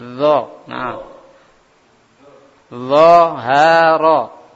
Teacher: Ujung lidah dengan gigi saya atas.